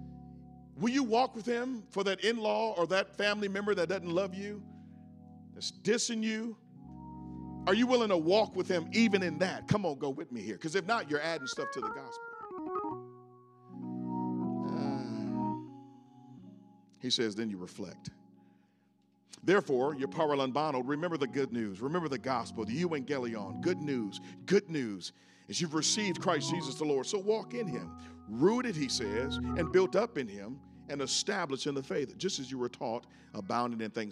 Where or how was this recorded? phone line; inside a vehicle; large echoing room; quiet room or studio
large echoing room